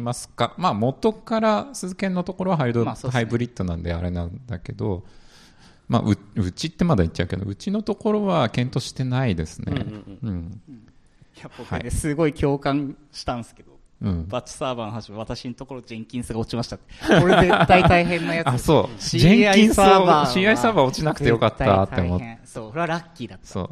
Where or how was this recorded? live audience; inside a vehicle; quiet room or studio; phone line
live audience